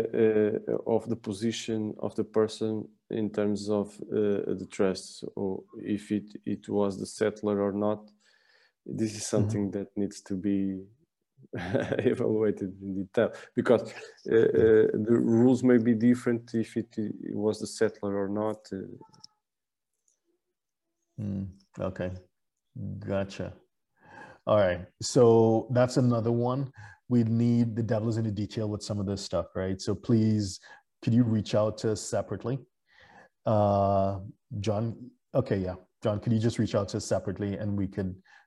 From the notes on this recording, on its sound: (LIVESTREAM). For those joining us on Zoom.